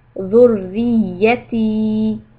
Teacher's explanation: Now ya has a shadda, so you have to make sure that it sounds twice.